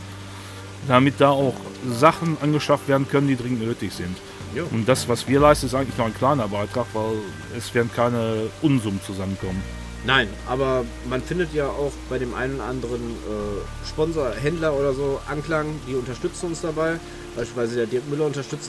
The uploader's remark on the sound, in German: An der Heidermühle. Wir nutzen die Zeit unseren ersten Podcast Live vor Ort aufzunehmen.